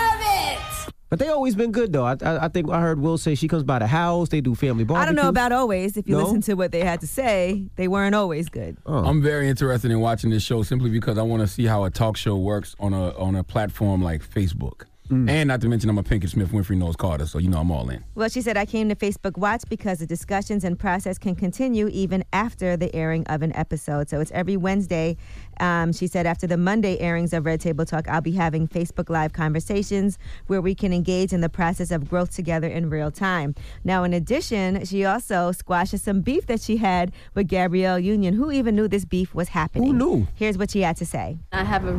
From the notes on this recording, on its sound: We opened up the phone lines to see how our listeners interpreted the video.